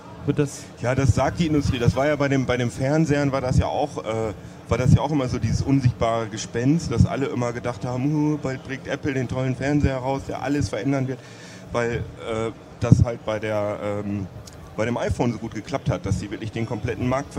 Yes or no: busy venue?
yes